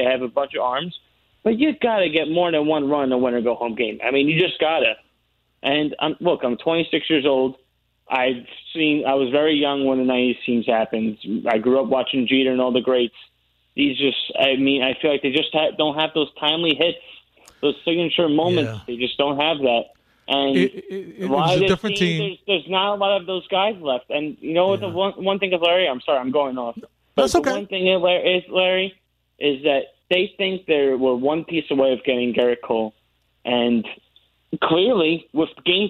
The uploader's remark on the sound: Your calls and live audio from the postgame press conferences.